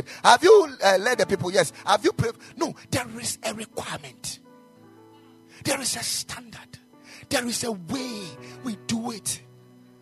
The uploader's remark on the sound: Preached at the Ekklesia Chapel